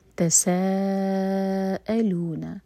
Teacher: یہاں پر سین ہے تو سیٹی والی آواز آنی چاہیے اور سا 4 حرکات لمبا ہے، اس کے بعد حمزہ پر کٹ آف ساؤنڈ.